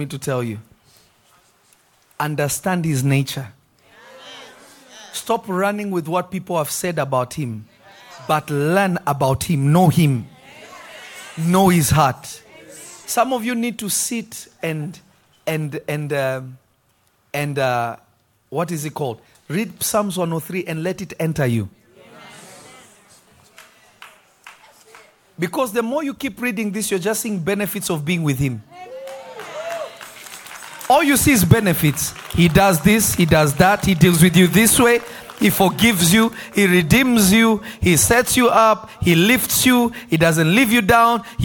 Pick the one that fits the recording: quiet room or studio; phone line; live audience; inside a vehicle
live audience